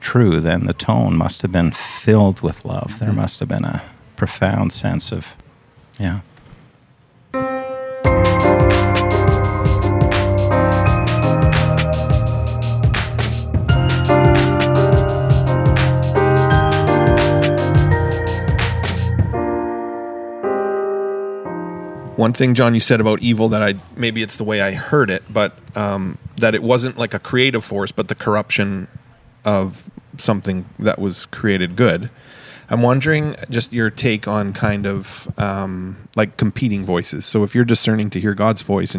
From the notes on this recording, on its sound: In a back room, surrounded by oak barrels and beer